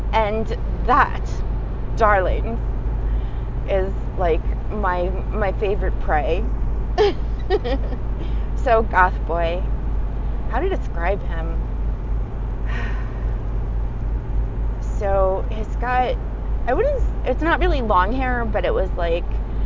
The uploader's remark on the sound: Apologies for the background noise, I was driving.